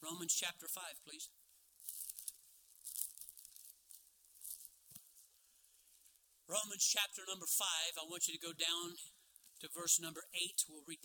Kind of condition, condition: setting, large echoing room